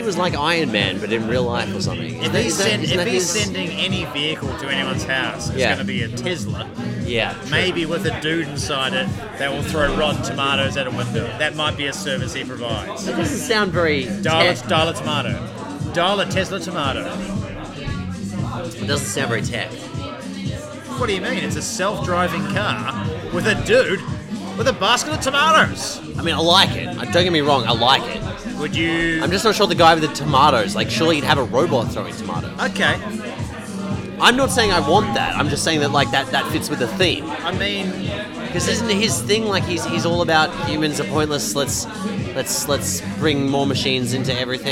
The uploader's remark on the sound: Coming to you live from the Bridge Road cardboard pop-up bar in Brunswick